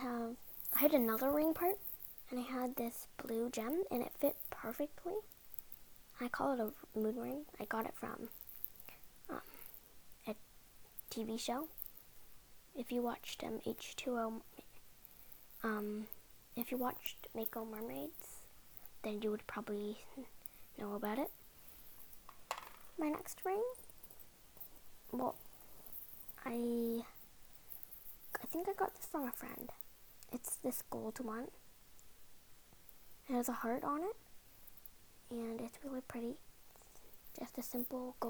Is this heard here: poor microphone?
yes